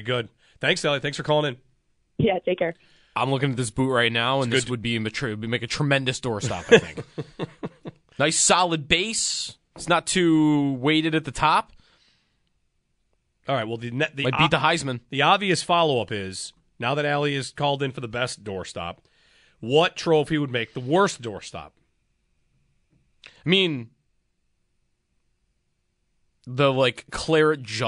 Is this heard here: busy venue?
no